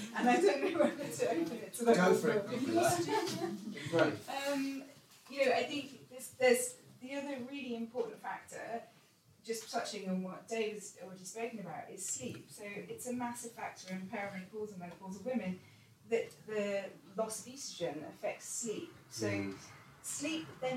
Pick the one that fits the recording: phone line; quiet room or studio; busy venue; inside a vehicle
busy venue